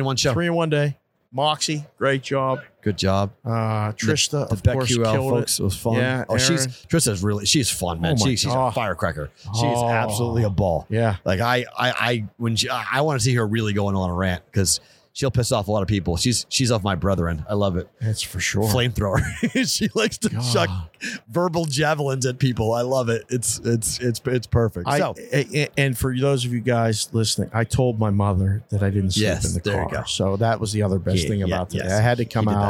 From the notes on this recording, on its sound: Super Bowl Radio Row Day 3. Live from Radio Row Day 3.